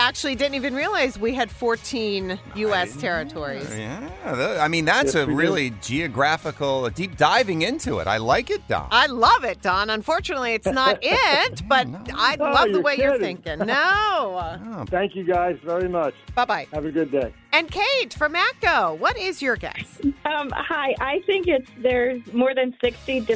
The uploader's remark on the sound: Listeners call in to share their stories